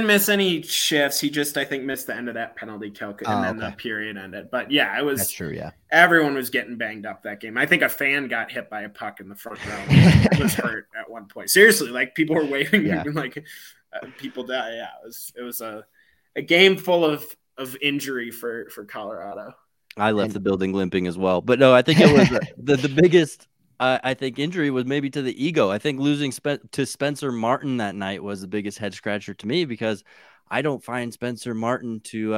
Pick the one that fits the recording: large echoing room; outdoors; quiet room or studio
quiet room or studio